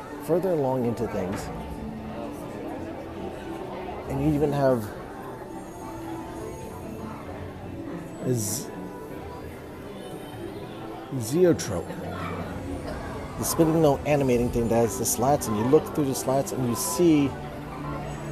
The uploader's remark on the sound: Disney 100 Exhibition Live Walkthrough